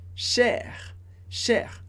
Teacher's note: a gente pronuncia o R do final porque é uma palavrinha curta